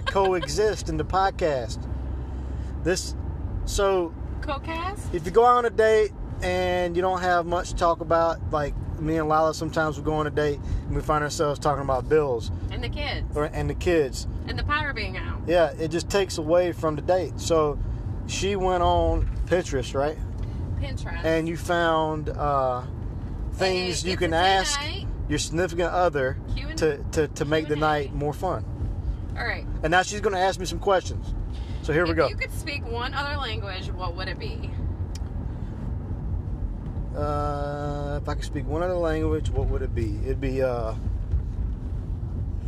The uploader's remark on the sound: It's on the road this time! Finally squeeze one out while driving to their date.